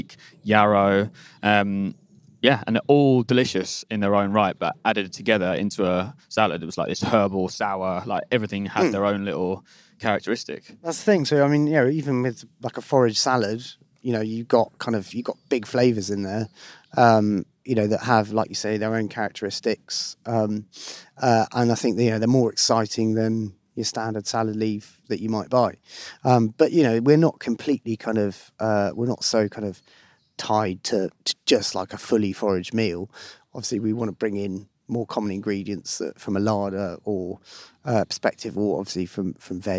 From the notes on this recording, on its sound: spends a day in the East Sussex countryside